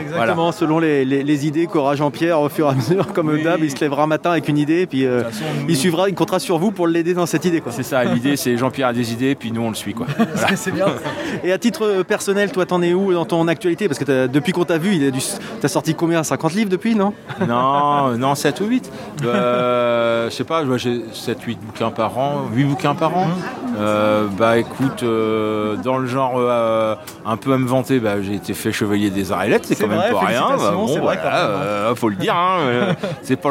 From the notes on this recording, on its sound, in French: Cette année, en raison des conditions sanitaires, nous n'avions pas de studio sur place. Un festival qui, une fois n'est pas coutume, s'est déroulé en extérieur. Au lieu de faire venir les personnes à notre micro, d'aller tendre le micro là où se trouvent les différents intervenants du festival.